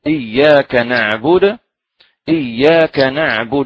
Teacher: سمعت من يقرأ إياك نعبد، هناك من يمد الدال ظن منه أن الواو التي بعدها هي يعني لنعبد، فهناك من يقرأ إياك نعبد وإياك نستعين فيمد يعني الدال بالواو، فهذه الدال لا تمد، إياك نعبد، إياك نعبد بحركة واحدة